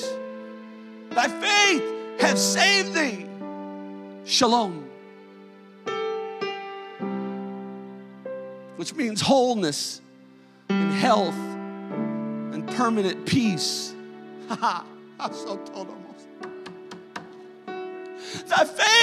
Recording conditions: large echoing room